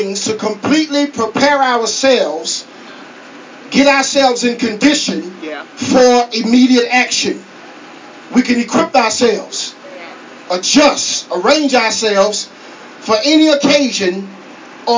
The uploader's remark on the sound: at Countyline Baptist Church in Ruston, LA